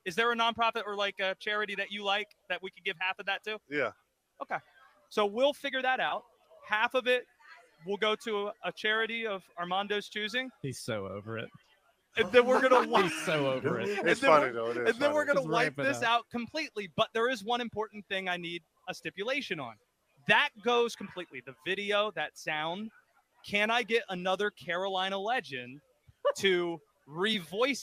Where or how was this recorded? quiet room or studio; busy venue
busy venue